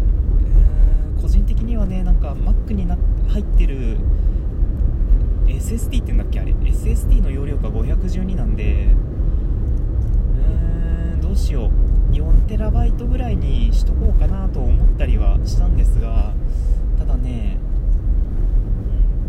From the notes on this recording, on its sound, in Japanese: テスト収録・ドライブ中その1。運転に全集中。